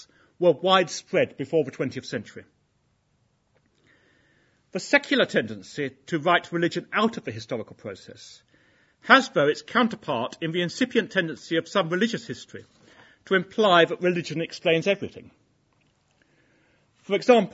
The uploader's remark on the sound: Inaugural Lecture